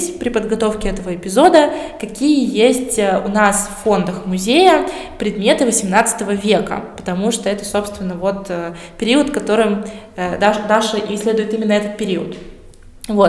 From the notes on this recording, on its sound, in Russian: Открытая запись подкаста в Музее истории города Колы. Этот выпуск был записан в рамках открытой записи подкаста "Три дома и церковь" 27 ноября 2021 года. Отвечаем на вопросы зрителей открытой записи.